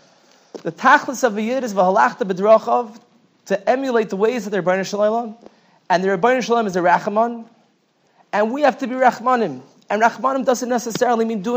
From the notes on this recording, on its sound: Night Seder Thursday Night. Shiur recorded in Yeshivas Ohr Reuven, Monsey, NY.